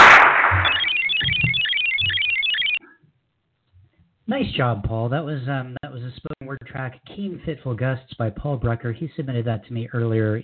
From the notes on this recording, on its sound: Poets who called in from Sault Ste. Marie, Canada, Austin, Texas, San Francisco, California, Covington, Louisiana, Birmingham, Alabama, and Fargo, North Dakota.